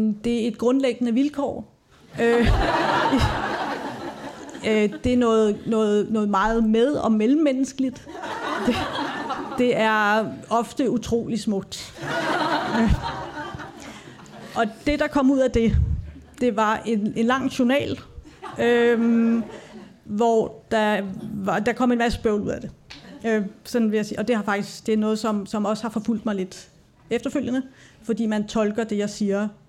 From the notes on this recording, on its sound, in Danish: Som er optaget live foran et publikum på Statens Museum for Kunst. Rammen om samtalen er SMK Fridays eventet ”Sindets sansninger”.